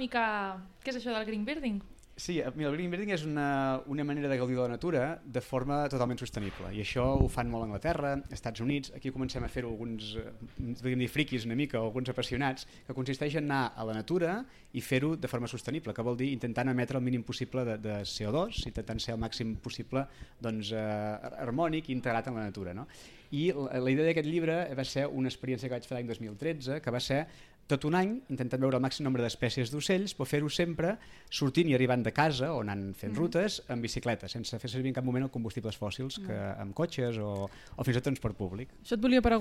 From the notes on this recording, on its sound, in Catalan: En directe des de Delta Birding Festival. El Delta Birding Festival és un esdeveniment d’ornitologia que es fa cada any al Delta de l’Ebre.